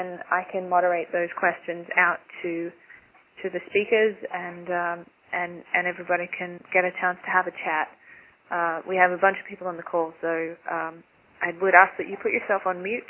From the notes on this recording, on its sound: The Open Gov conference call series focuses on case studies, challenges, ideas and solutions from communities across the country.